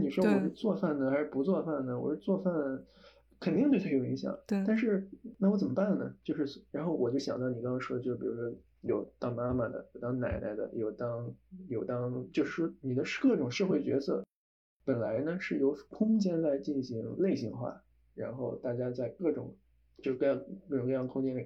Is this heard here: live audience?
no